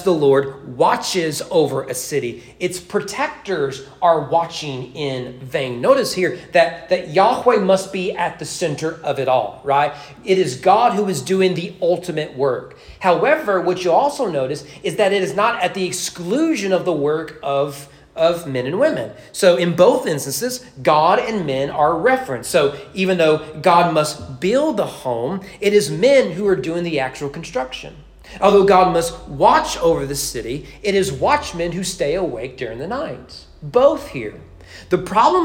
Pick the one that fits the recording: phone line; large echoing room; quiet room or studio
large echoing room